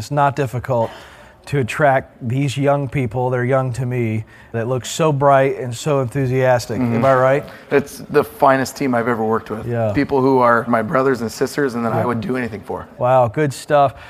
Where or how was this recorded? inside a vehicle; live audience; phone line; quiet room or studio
live audience